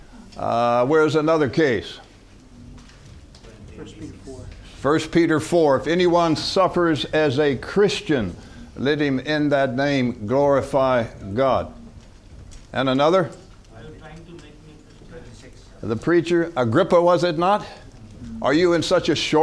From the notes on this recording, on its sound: From the HeartCry Asia Conference 2023.